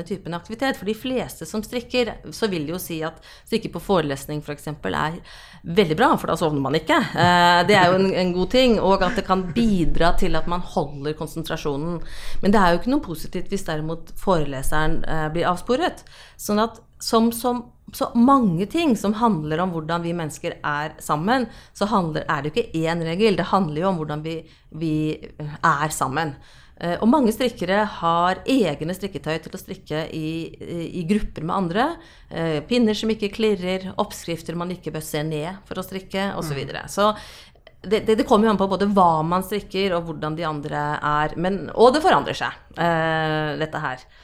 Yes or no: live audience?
no